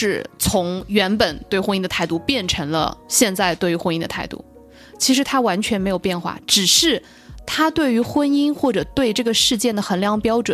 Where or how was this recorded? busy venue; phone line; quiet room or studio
quiet room or studio